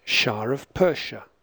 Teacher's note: non-rhotic speakers usually use linking R even where there's no R in the spelling. · Term: intrusive R